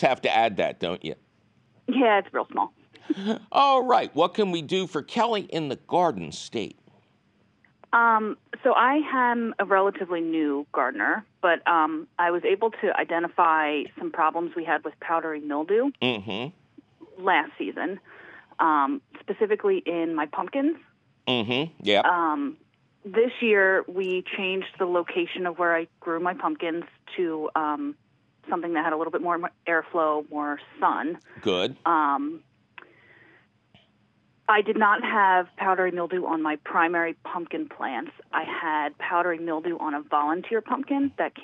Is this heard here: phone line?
yes